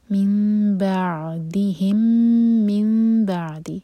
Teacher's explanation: میم کو ایسے ہولڈ کریں گے کہ ہمارے ہوٹ ٹائٹ بند نہ ہو، لیکن دو سیکنڈس کا ٹائم دیں گے. مِن بَعْدِهِمْ، مِن بَعْدِ، اگین میم شدہ پر رکا جائے گا، دو سیکنڈس کا ٹائم دیں گے، غنہ کریں گے، اور پھر اگین اقلاب.